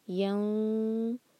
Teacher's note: Heavy اخفاء ہوگا کیونکہ ذو ہیوی لیٹر ہے. ینظرون رو رو کو موٹا پڑھیں گے، دو حرکہ مد طبعی